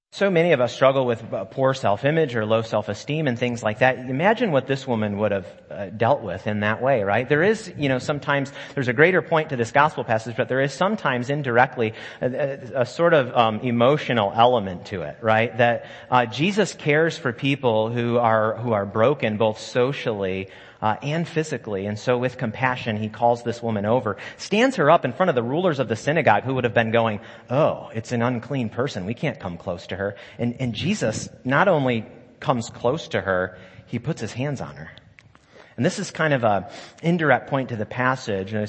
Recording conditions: live audience